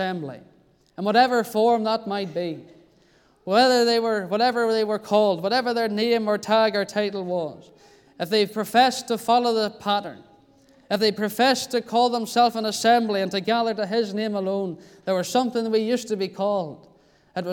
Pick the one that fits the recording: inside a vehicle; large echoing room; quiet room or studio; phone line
large echoing room